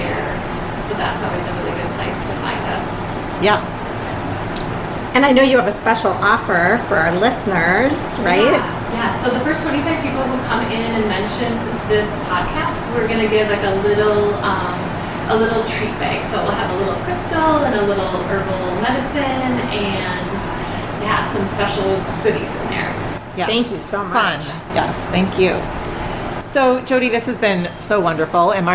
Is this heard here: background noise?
yes